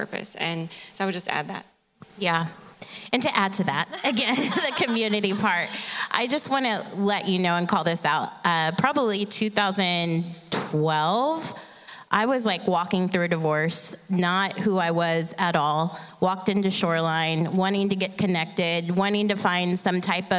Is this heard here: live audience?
yes